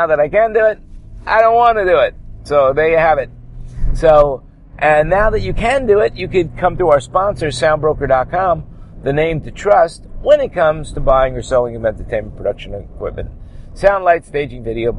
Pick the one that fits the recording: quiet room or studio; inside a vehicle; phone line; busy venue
inside a vehicle